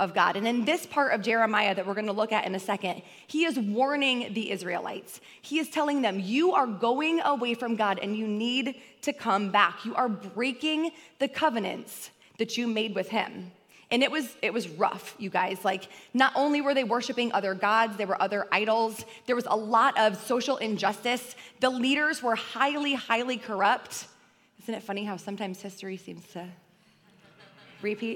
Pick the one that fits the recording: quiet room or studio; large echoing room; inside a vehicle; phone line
large echoing room